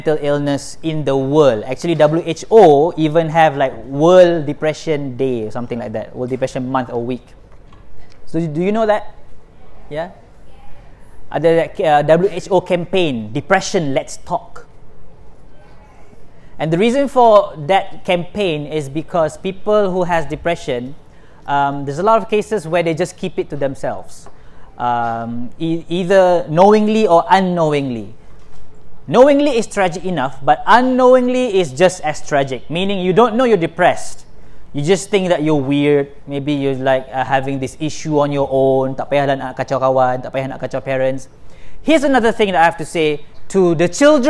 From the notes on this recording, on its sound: This is the recording from my second session of the mental health awareness seminar I did at USM-KLE IMP, India.